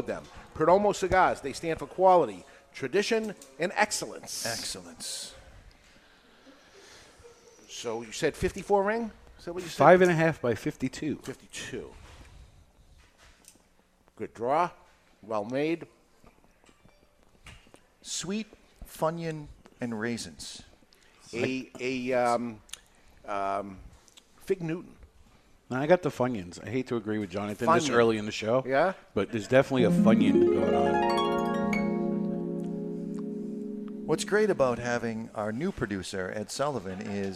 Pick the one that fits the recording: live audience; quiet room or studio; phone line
live audience